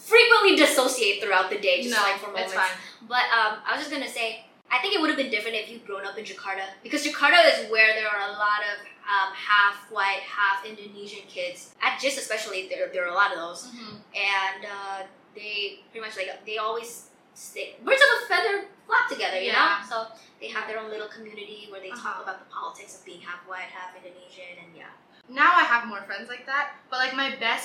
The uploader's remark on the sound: the audio for this episode, is ALSO as bad as the last episode